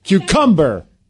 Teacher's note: See, I think the emphasis is on cum